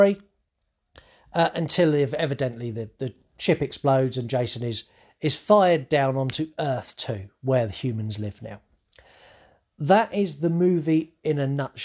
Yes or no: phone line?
no